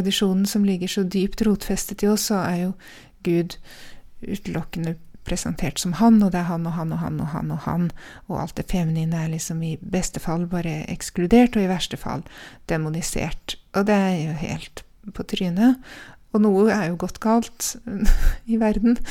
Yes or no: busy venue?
no